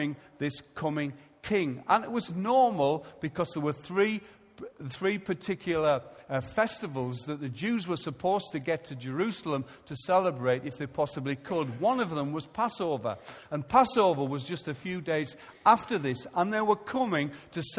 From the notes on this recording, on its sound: Recorded live at Life Church on Sunday 29th March 2015.